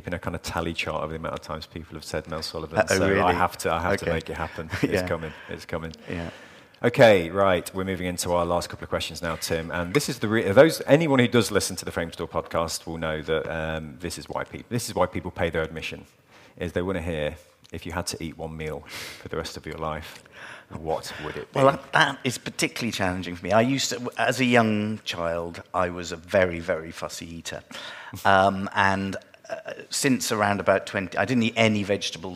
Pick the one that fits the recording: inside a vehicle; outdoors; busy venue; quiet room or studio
busy venue